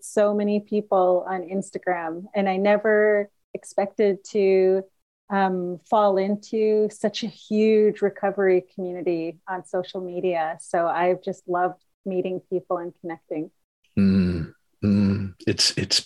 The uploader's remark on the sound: Recorded 1.17.2023 in Raleigh, NC and Kamloops, BC on Zoom